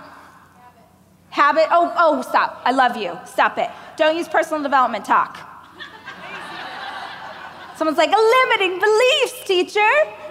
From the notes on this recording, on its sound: a keynote speech I gave during the Growth